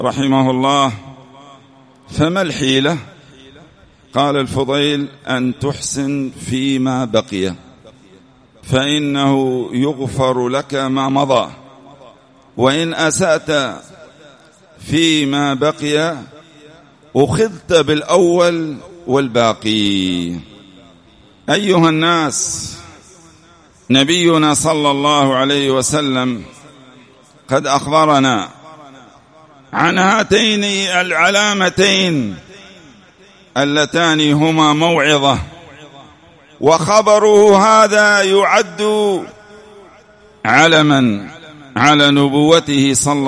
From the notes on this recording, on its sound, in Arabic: سجلت هذه الخطبة في *مسجد الإمام الوادعي* رحمه الله *بالديس الشرقية.